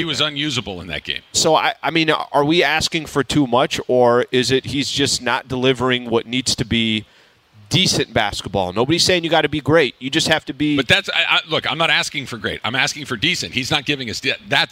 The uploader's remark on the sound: We're live from Commerce Casino!